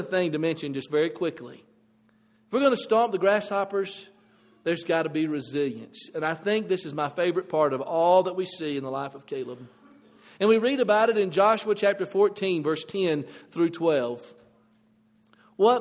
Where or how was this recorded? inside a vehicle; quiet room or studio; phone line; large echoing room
large echoing room